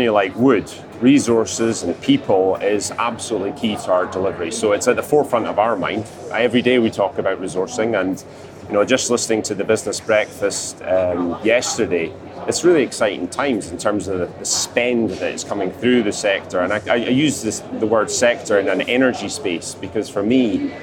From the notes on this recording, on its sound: joins us on the show floor for day three of the Offshore Europe Conference